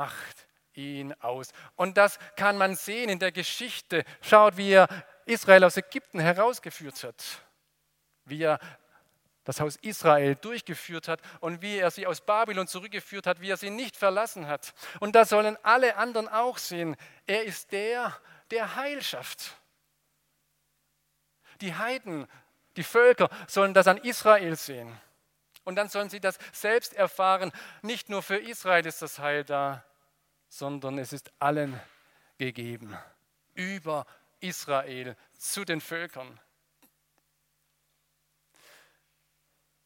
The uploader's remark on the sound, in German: aus dem Gottesdienst der Liebenzeller Mission